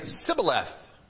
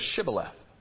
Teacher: his dialect, the SH dropped out to an S · Shown in: first take